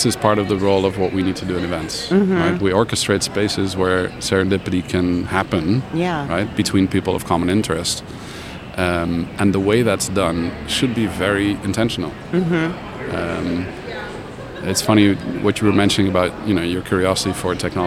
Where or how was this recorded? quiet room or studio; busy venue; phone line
busy venue